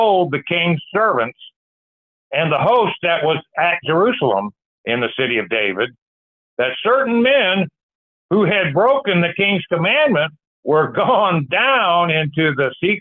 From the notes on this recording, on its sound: Call In Bible Study